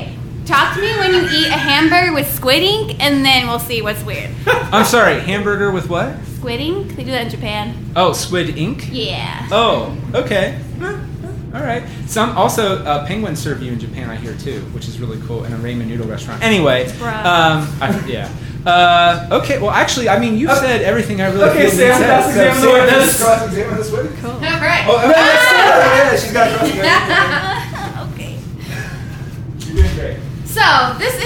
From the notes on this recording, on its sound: We argued this for our live audience.